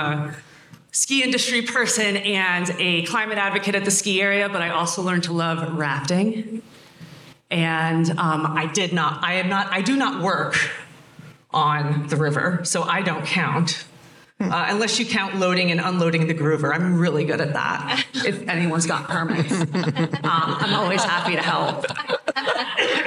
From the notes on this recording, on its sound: Recorded LIVE at the 2022 Mountain Works Conference .